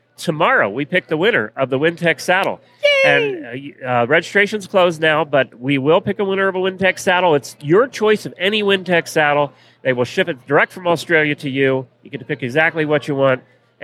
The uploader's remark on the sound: Live from Day 2 at Equine Affaire, Ohio